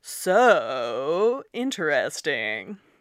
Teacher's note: sarcasm sometimes has this sort of lilty sing-song voice